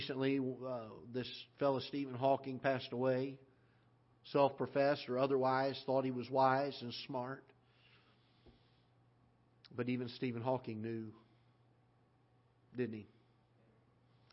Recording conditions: large echoing room